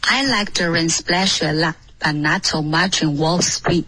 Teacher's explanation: lot 结尾的干脆停顿不要靠肚子停，要靠舌尖顶上颚